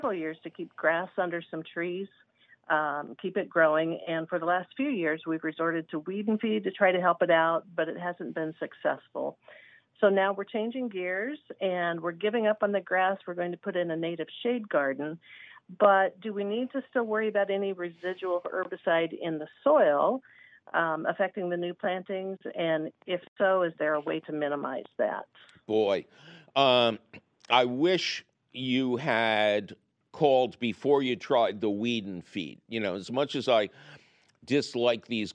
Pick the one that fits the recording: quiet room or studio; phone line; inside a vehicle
phone line